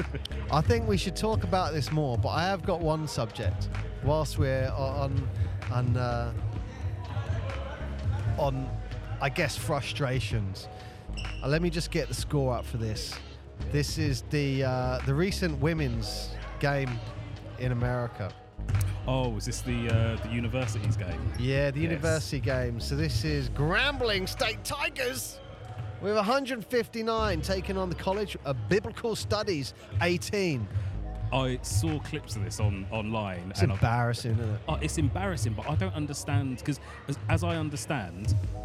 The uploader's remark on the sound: Live Basketball from Ravelin Sports Centre. We visit a live basketball match that wasn't to be...what could go wrong!